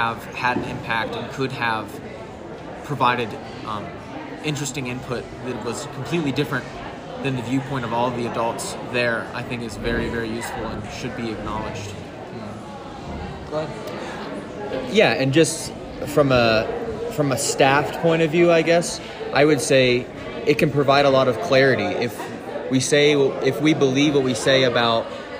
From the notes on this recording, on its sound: Mid-week at FLY 2023